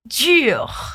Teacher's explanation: Boca de U com som de I. I.